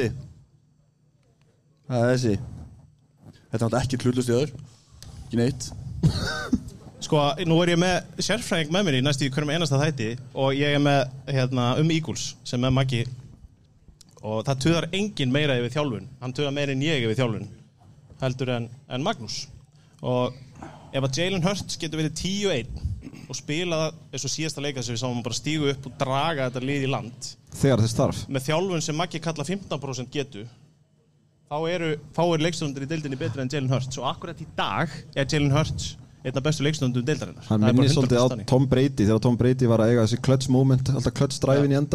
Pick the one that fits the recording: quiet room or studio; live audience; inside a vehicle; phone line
live audience